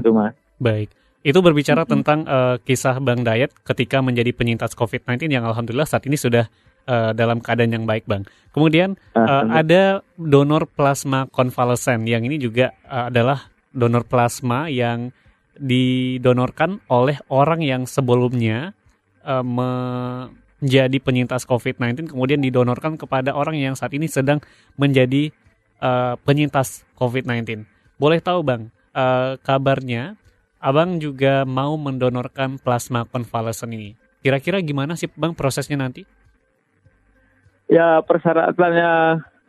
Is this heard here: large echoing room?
no